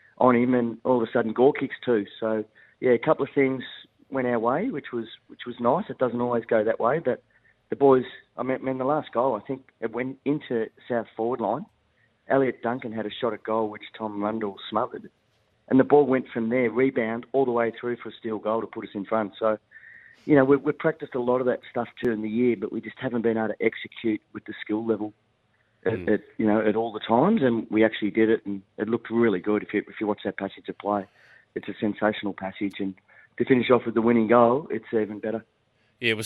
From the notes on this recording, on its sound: called